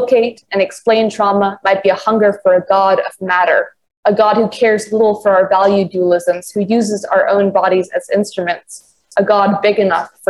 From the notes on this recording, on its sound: A live online conversation